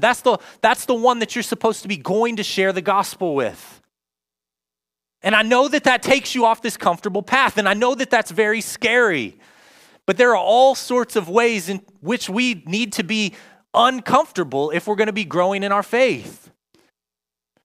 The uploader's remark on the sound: Join us for a new teaching live from Covenant Church! In Person services at 9:30am and 11am at AMC Theatre Grove City.